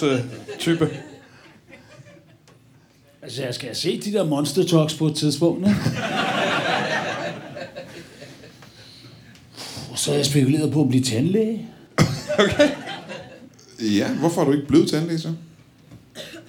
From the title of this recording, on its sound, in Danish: LIVE fra Det Bruunske Pakhus i Fredericia